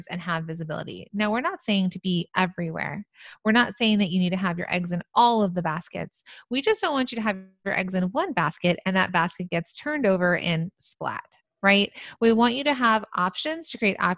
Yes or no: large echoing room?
no